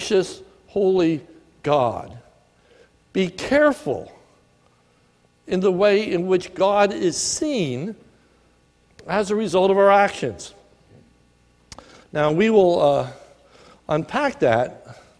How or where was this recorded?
large echoing room